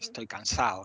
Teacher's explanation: La de directamente la eliminamos